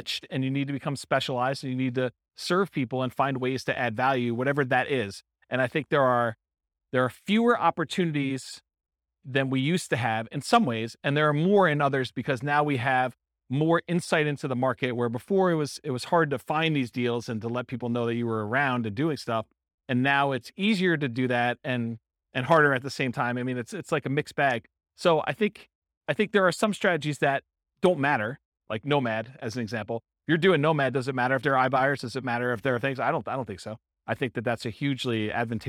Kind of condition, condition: setting, live audience